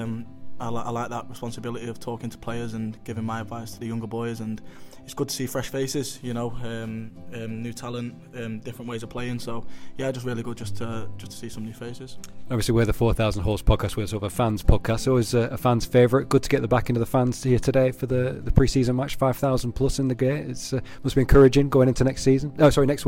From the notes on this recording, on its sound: It was #FansTakeover day at Ewood Park. Take you around Ewood recording chats with all-comers to give you a sense of the occasion. We hear from fans and journalists from all parts of the Globe.